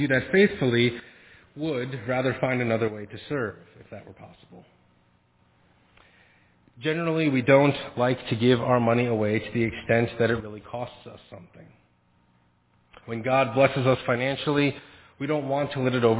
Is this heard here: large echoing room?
yes